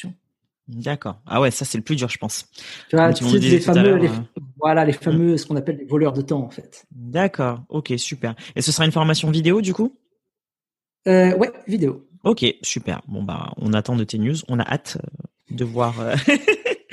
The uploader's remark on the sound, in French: Épisode enregistré à distance